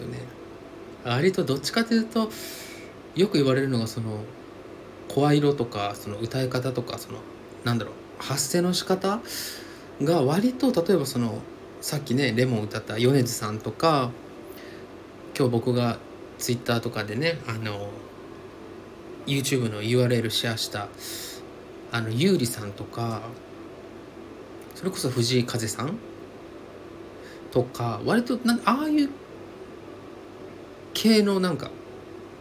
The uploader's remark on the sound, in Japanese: 足元のヒーターつけっぱなしで録音してますので常にサーっというノイズあり。